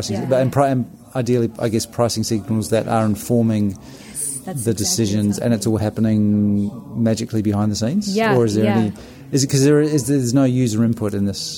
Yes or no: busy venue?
yes